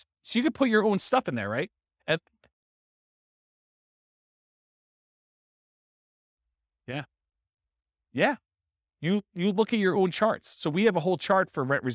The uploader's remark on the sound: This was a live class recorded